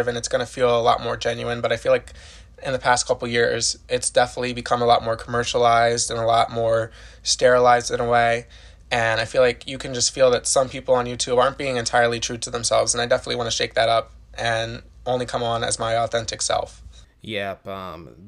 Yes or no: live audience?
no